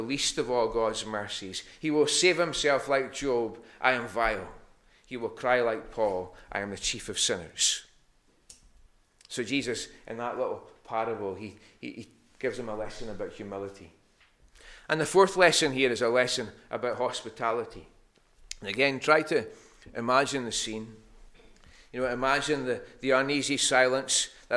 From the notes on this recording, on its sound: Recorded Sunday morning 3rd October 2021 at North Harris Free Church.